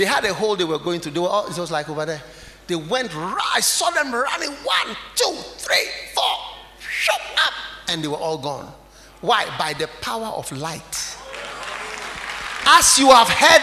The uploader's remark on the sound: Preached at the Identifying Dangerous Enemies Conference, Kenya